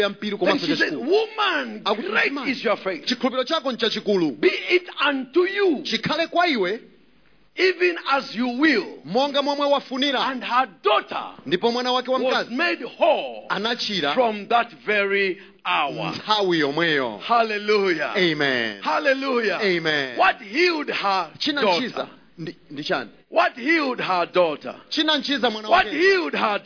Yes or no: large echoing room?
yes